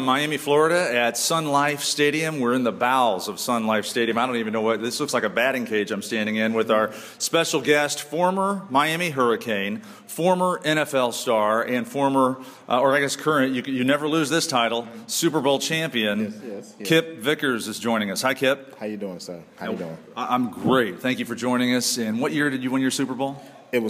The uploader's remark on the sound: Live at Mount Aloysius College